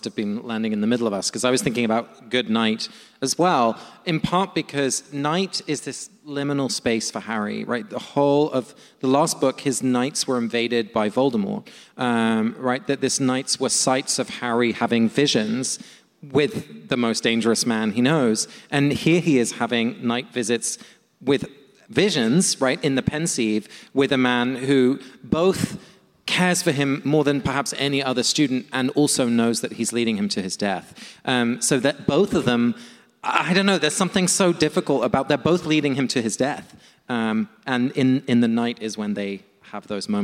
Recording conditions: live audience